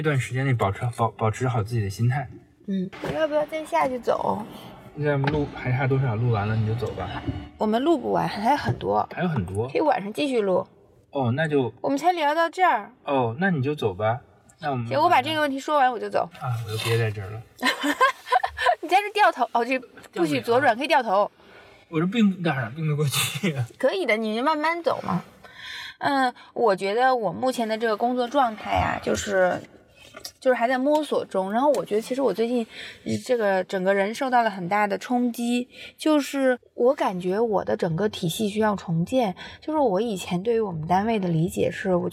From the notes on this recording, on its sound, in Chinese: 工作太忙了，没有时间录音，只好在开车上班的时候录音啦。